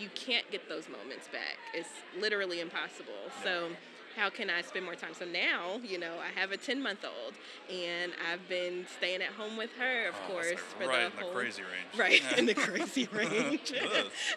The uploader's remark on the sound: Join us live from FinCon 2023.